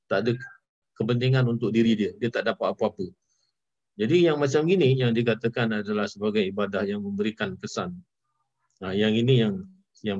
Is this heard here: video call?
yes